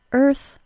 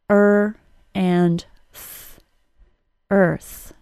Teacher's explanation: First, we have the 8 words that are spelled E-A-R and pronounced as schwa plus R. Remember, schwa plus R really just sounds like an R sound. So the word earth, for instance, is essentially a two-sound word.